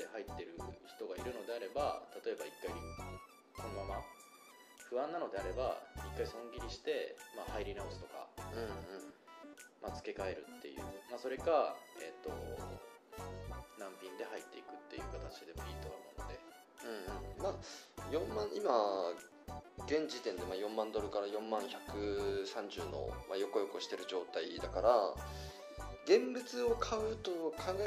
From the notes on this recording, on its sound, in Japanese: 今回録音機材が別で音声が少し聞きつらいかもしれません。